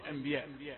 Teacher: وانتبه الهمزة مرققة الحرف الذي قبل لفظ الجلالة أحيانا نظلمه ونعطيه صفة التفخيم · Term: همزة رقيقة